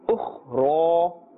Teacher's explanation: the ra has a vertical haraka, a vertical fatha, and therefore we are pulling up to the duration of one alif, and we are pronouncing with a full mouth